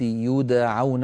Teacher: يدعون ضممت الياء قلقلت الدال فتحت العين، يعني كل حرف يأخذ حقه، هذا شيء ممتاز.